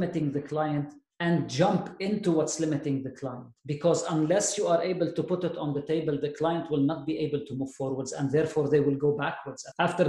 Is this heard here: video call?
yes